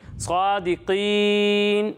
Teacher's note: بہت سارے بچوں کی نون کی آواز نہیں آ رہی، صادقی لگ رہا ہے، تو ایسا نہیں ہونا چاہیے ٹھیک ہے. صادقین نون کی آواز واضح ہے ٹھیک ہے.